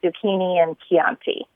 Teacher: I always was taught that CH in Italian has the K sound, like zucchini and Chianti